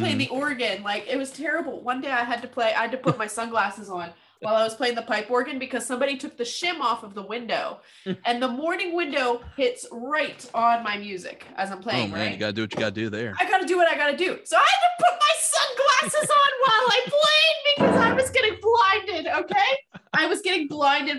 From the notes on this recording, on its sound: This episode is in two parts thanks to Zoom